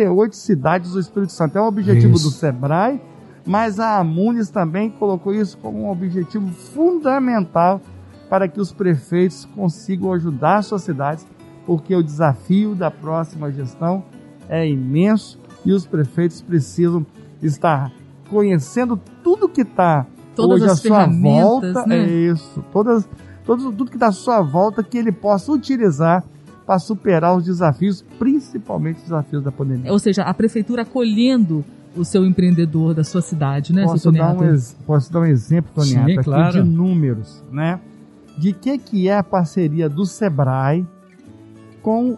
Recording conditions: busy venue